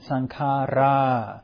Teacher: avidya paccaya and sankhara both have a long A at the end